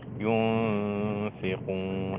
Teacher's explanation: نون ساكنة بعدها الفاء حكم الإخفاء مع الغنة